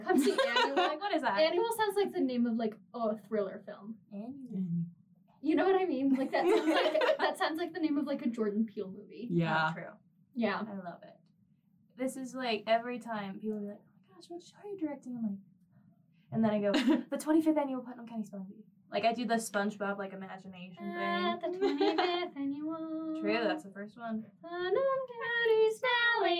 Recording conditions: poor microphone